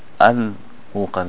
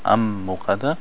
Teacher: because when you have the qaf, for example, al qamariya. So here we're pronouncing the lam al muqadda, not am muqadda. · Shown in: first take · So that means it's qamariya. · Term: al-qamariyya